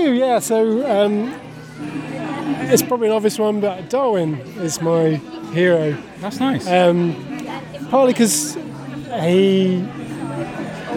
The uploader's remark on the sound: Belle Vue Arts Festival Opener 2023. We cover the open evening of the exhibition at Mrs Jones Gallery in Coleham. Held on the side on the river at the end of the Greyfriars Bridge, there was sunshine, music, activities and pants.